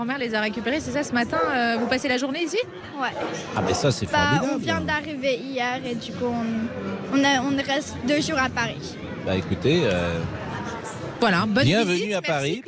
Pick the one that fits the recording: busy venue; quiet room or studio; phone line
busy venue